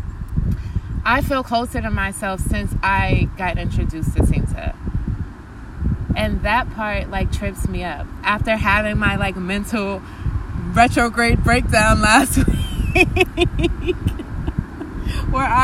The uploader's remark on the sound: We recorded this outside in a park